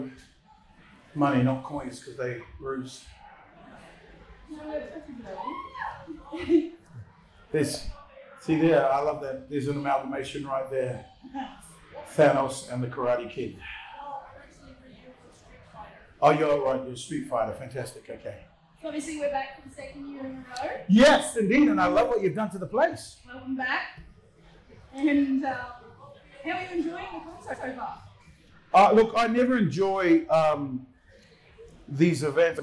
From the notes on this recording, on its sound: Capricon 2019. A Q & A with the audience. Apologies for the audio this week.